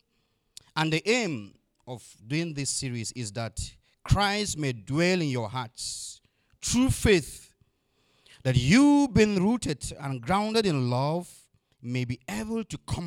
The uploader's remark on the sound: Audio recording of the sermon on Sunday 13, March 2022